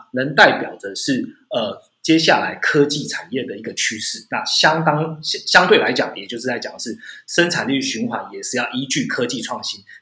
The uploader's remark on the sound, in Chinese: 本集節目採用 Zencastr 遠端錄音，非專業設備，錄音品質欠佳敬請見諒！